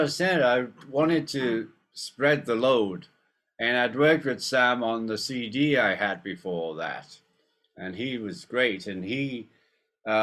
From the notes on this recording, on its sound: on a private Zoom press conference